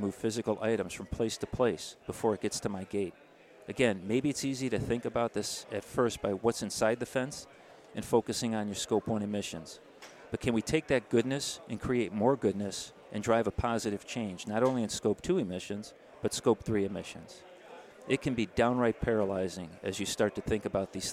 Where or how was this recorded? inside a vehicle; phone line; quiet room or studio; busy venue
busy venue